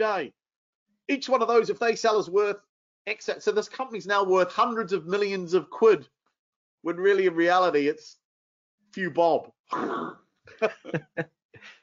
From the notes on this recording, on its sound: This episode is the audio taken from a webinar we ran recently